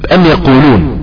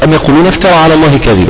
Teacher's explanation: حرف الميم تخرج بانطباق الشفتين ويصاحبها غنة مع الخيشوم. قلنا أن في جسم النون غنة وفي جسم الميم غنة، ربنا خلقهم كده.